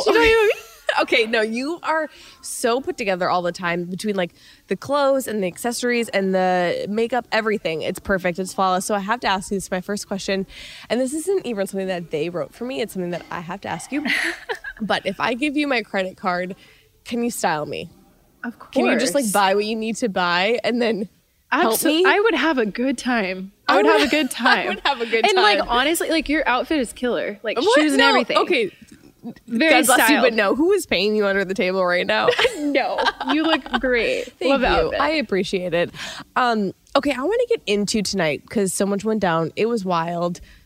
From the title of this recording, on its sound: LIVE from ‘Women Tell All,’